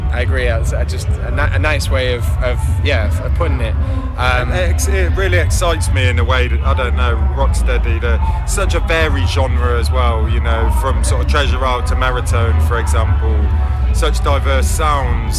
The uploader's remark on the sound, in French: Radio Canut. Réalisée au Festival Dubcamp 2022.